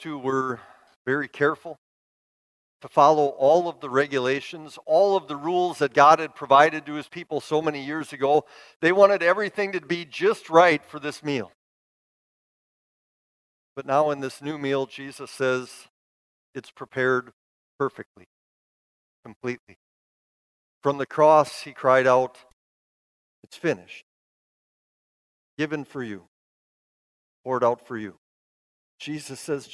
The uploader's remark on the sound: Bethany, Appleton, WI. Preached this sermon at Bethany's Maundy Thursday worship.